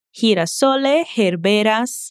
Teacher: o som que começa a próxima palavra é o mesmo, que é o GE de herberas. Então você pode juntar esses sons num só e falar. Girasole, herberas.